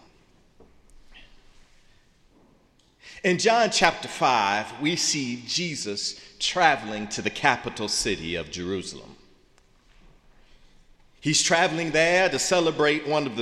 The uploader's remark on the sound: in the Memorial Church